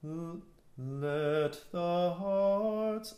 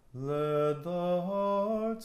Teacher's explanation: make sure the word let is a nice T and not a D · Shown in: first take · Let the hearts, and not let the hearts, because then we lose the word.